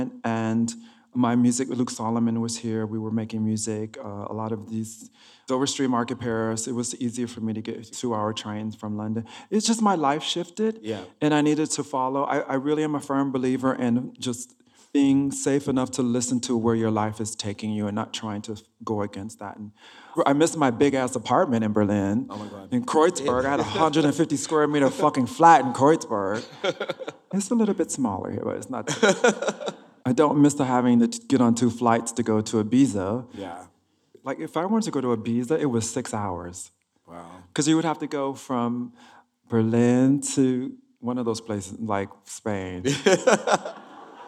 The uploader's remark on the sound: live from Southbank Centre